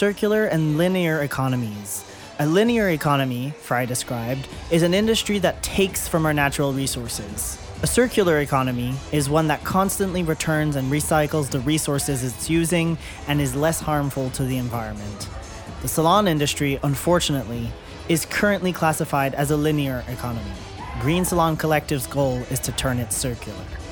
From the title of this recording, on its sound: Live From the Salon Owners Summit 2024